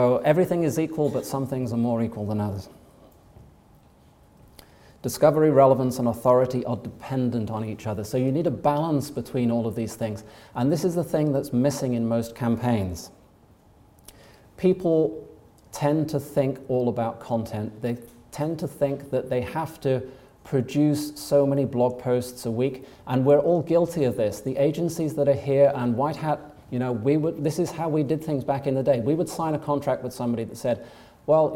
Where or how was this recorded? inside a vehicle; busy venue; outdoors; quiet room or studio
busy venue